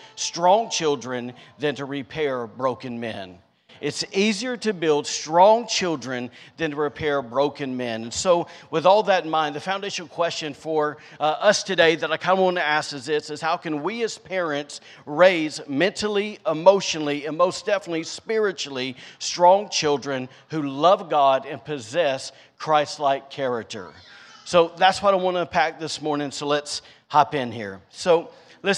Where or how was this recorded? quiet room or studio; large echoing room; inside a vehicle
large echoing room